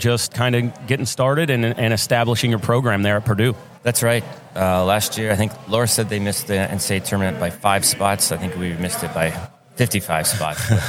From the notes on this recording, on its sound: Live at The Collegiate Open.